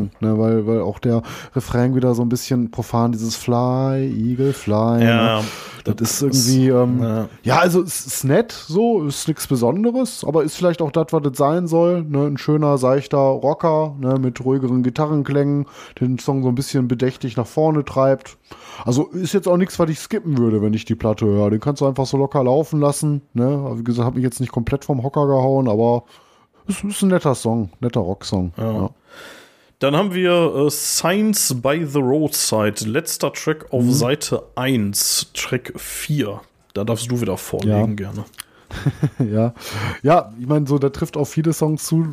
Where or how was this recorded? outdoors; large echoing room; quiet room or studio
quiet room or studio